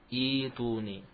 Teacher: Karena dhammah pada huruf yang ketiga aridhah. Kemudian terjadi ibdal, hamzahnya diganti menjadi ya.